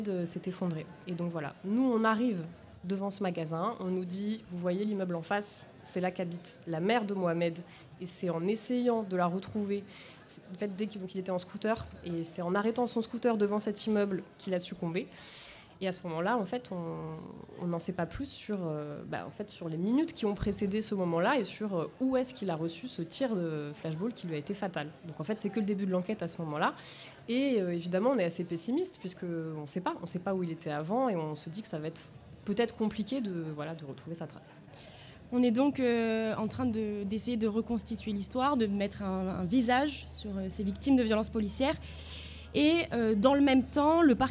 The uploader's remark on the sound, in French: Le Bocal était l'invité de la Claque podcast party, soirée dédiée à la création sonore locale, organisée par La Claque , la newsletter des podcasts 100 % marseillais (et alentours). Nous avons enregistré un épisode du Bocal en public. L'ambiance était plutôt festive.